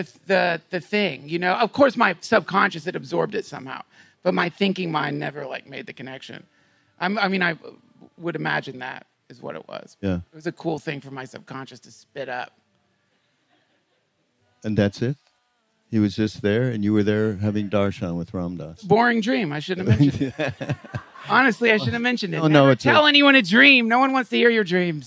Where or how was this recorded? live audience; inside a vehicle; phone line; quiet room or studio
live audience